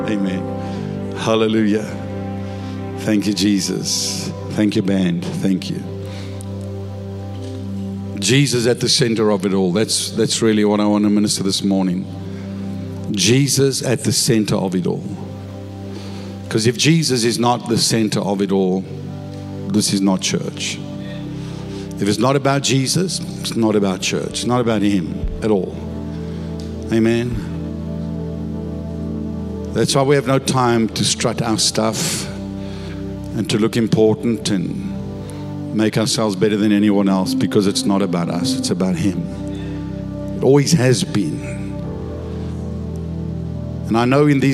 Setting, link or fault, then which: setting, large echoing room